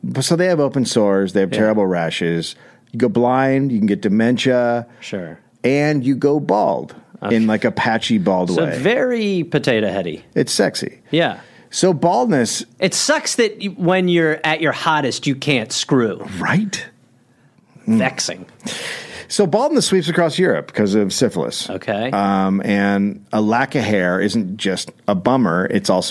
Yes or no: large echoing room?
no